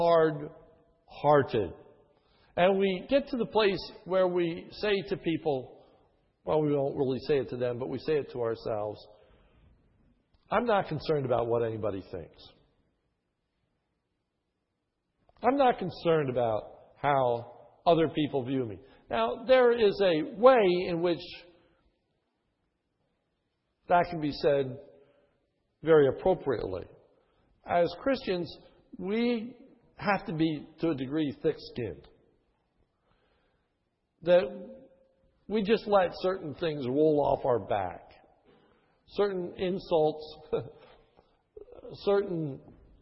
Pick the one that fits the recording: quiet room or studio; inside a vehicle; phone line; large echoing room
large echoing room